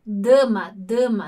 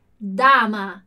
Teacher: No português, a gente tende a dar essa anasalada nas palavras que vem, na letra que vem antes do M · Shown in: first take